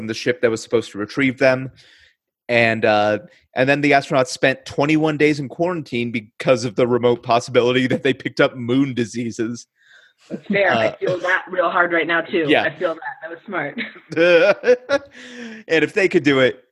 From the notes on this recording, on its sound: the audio here is taken from our Zoom call, so the quality is somewhat diminished